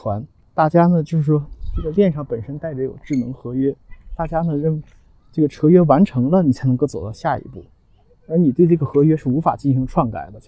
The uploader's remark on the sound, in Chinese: 在陪两个女儿打网球时录制